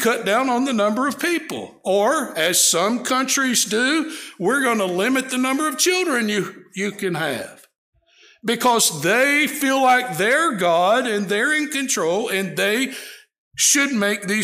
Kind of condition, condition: setting, large echoing room